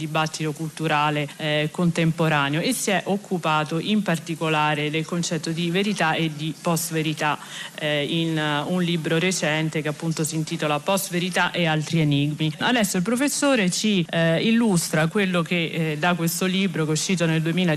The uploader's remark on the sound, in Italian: Speciale dal Festival della Lingua Italiana di Lecco